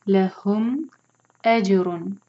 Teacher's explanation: جیم پر قلقلہ، جیم کو باؤنس کریں گے اور رن کلیئر پڑھیں گے کیونکہ تنوین کے بعد آگے حروف حلقی ہے غین